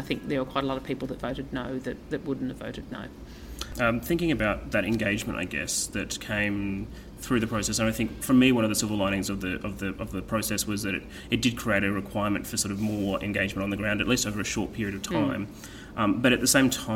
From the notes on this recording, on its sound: At the Better Together conference in Melbourne in January